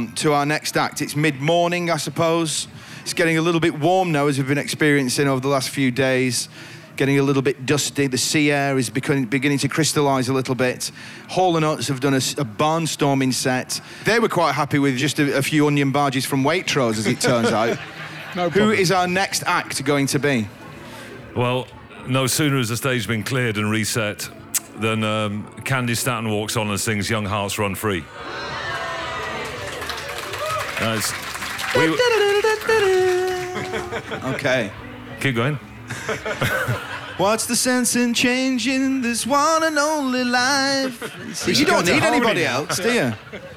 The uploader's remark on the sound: Live at Latitude ’22. A packed-out Listening Post tent at Suffolk’s Latitude Festival.